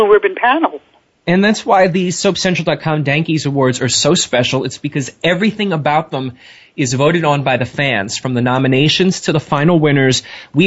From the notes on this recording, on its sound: This week, we open the phone lines up for the entire hour to you, the soap fans. If you have comments or questions about your favorite soap, you're invited to call in during the live show.